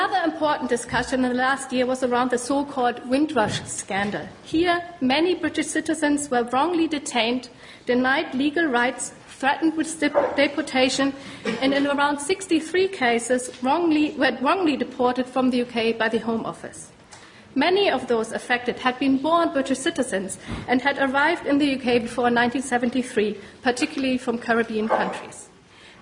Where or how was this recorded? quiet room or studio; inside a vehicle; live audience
live audience